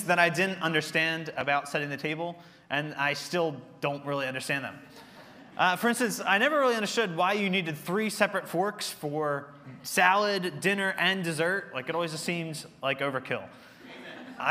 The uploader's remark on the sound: Recorded service from October 15, 2023.